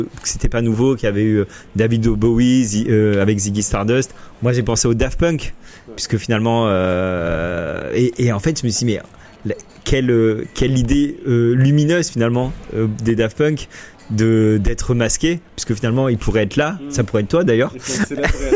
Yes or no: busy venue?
yes